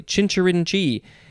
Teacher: You got to emphasize the last syllable mostly.